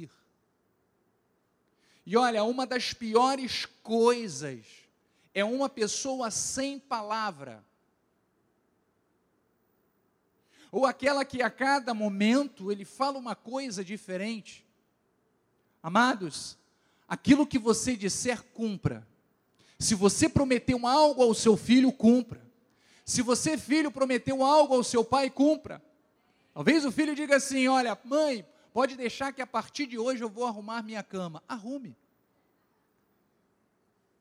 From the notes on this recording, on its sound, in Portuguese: Culto gravado na Igreja Evangélica Cristo Vive - Rio de Janeiro RJ.